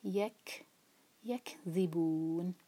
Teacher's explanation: کیف پر جو سکون آتا ہے تو ہوا کے ساتھ پڑھا جاتا ہے